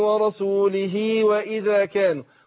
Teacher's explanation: يبقى هنا عندنا الهاء مكسورة وقبلها اللام مكسورة برضو وبعدها الواو مفتوحة، يبقى وقعت بين متحركين وهي مكسورة يبقى توصل بياء · Term: الصلة